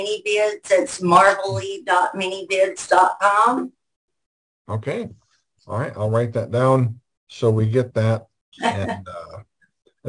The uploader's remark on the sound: our 4/2/2023 Zoom Show